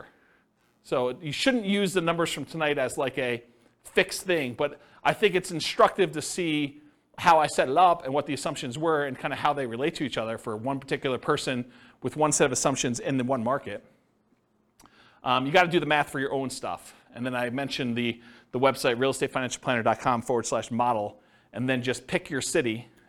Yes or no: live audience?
yes